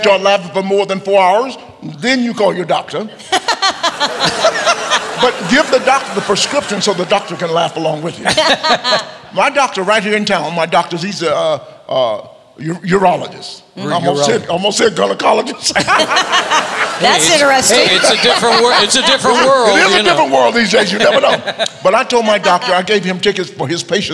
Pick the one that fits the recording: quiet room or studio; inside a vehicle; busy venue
busy venue